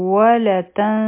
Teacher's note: را به هم غټه وایو ځکه چې په دې باندې دمه ده